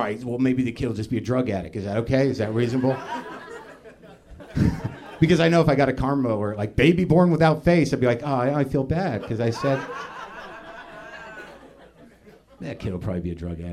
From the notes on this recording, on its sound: Live at UCB LA. Which is weird because it's not a very big stage. Taped in front of a live audience.